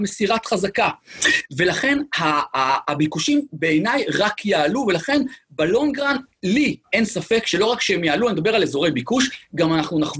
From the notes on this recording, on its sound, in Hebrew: הפרק הפעם הוא הקלטת אותו ובינר